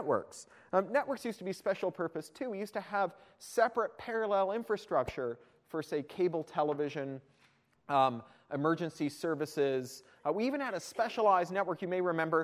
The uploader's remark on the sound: attended my University of Toronto iSchool talk